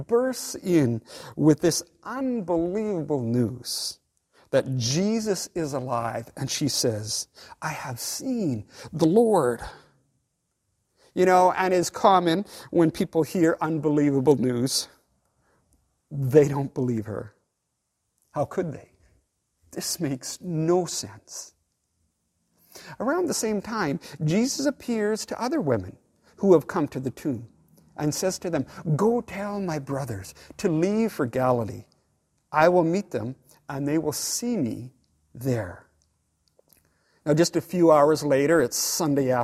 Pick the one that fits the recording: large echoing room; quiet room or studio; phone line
large echoing room